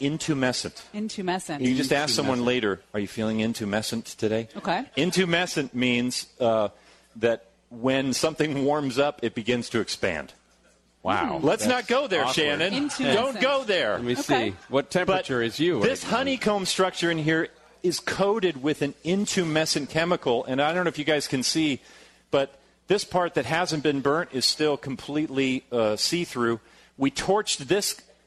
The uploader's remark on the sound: LIVE from The Slidebar in Fullerton for another News & Brews!